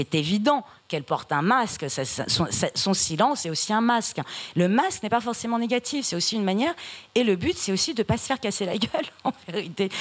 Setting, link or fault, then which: setting, busy venue